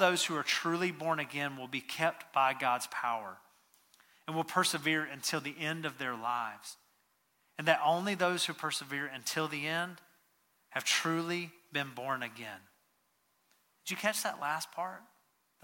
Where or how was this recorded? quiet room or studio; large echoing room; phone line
large echoing room